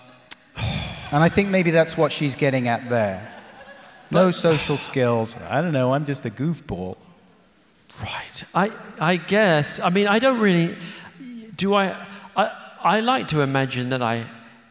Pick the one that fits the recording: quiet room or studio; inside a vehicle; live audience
live audience